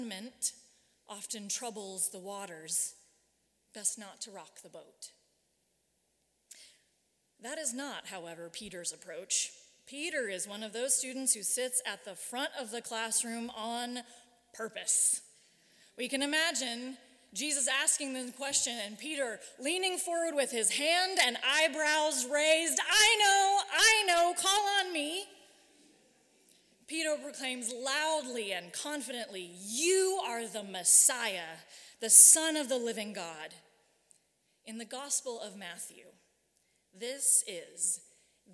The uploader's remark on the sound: Live streamed from the sanctuary of Mayflower Congregational UCC Church in Oklahoma City.